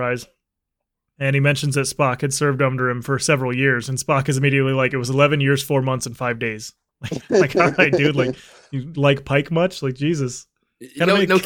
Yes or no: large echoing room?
no